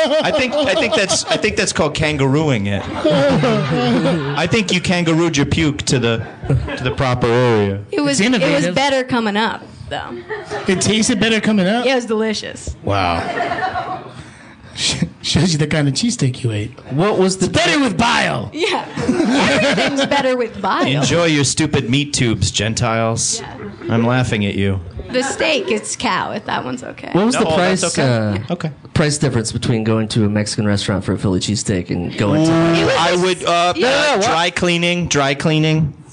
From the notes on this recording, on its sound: The guys continue their 2014 Fall mini-tour with a trip to the city of brotherly love Philadelphia PA for a live performance at the PHit Theatre.